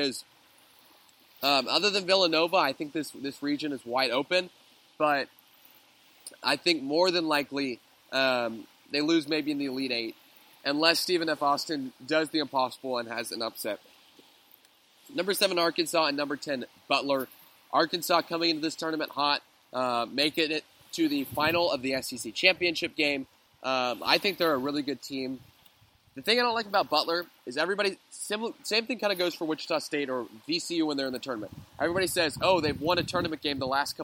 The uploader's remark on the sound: Going live from the beach in Boca Grande, Florida